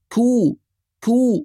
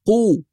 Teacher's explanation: أنبه دائما على ترقيق الكاف المضمومة · Shown in: first take · فمن أكثر الحروف التي تتعرض للتفخيم الكاف المضمومة، لازم نحافظ على ترقيقها أكثر، نقول كو كو ولا نقول قو، فيركمه.